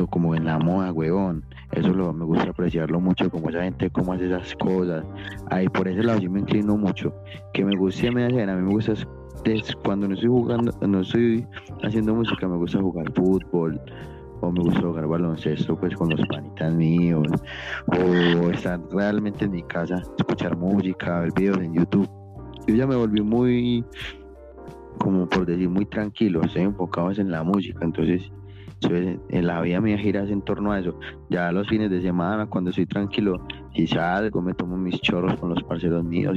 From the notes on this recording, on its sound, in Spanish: ESTE EPISODIO ES GRABADO A DISTANCIA MEDIANTE CELULARES